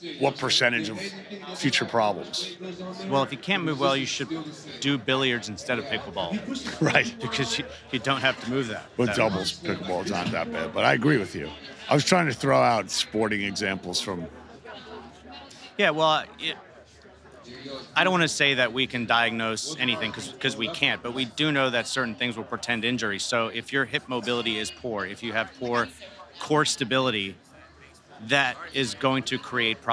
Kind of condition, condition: setting, busy venue